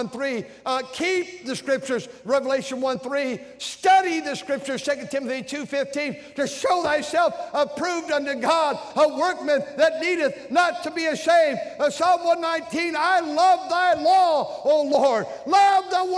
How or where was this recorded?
large echoing room